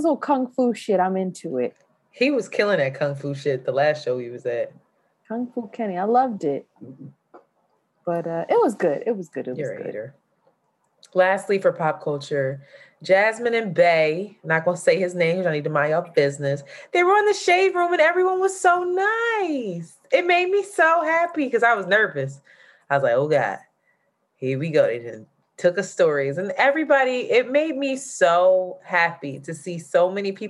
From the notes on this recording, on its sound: Unfortunately we had issue and had to use our zoom audio